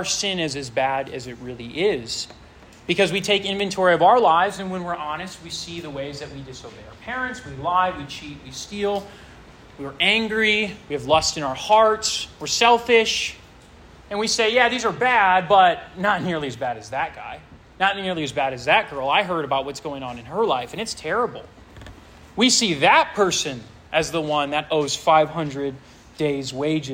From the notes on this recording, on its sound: This sermon was preached to a Junior + Senior high school audience